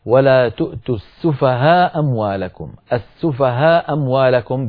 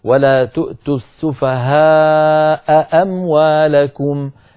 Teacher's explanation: فبعض القبائل العربية كانوا يستثقلون ذلك، الهمزة لوحدها ثقيلة، فما بالكم لما يلتقي همزتان. لذلك كانت بعض القبائل تحذف إحدى الهمزتين إذا التقتا متتاليتين مفتوحتين · Shown in: first take